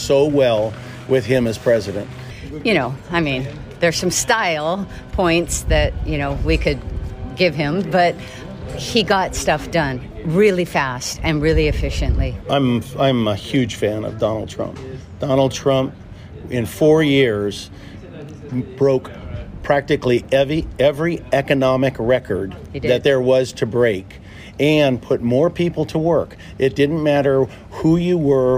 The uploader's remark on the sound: Live from Doonbeg